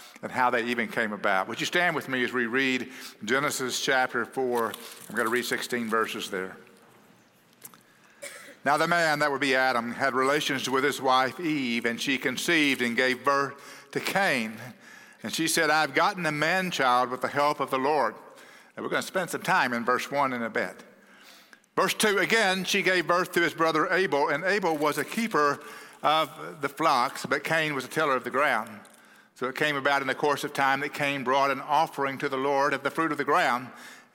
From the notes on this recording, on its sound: at Cross City Church in Euless, TX